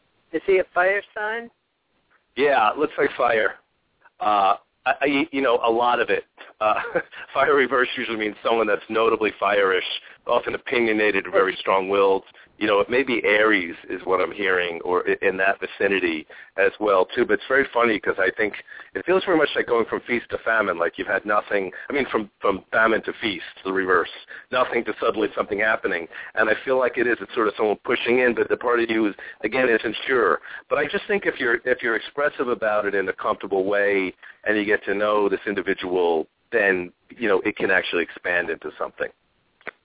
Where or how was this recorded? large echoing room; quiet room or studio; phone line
phone line